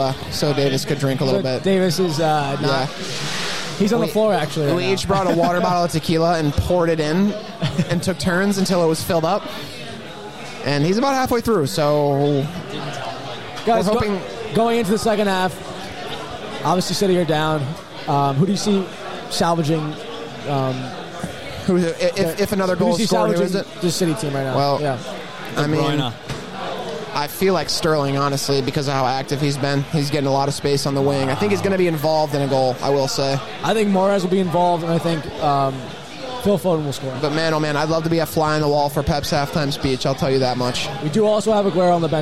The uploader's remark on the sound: CHAMPIONS LEAGUE FINAL LIVE WATCH! We’re live from Old Magoun’s Saloon in Somerville MA for the CHAMPIONS LEAGUE FINAL. We have a few special guests, more than a few beers.